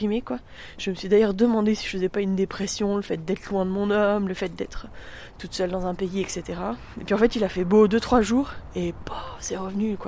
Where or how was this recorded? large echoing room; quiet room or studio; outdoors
outdoors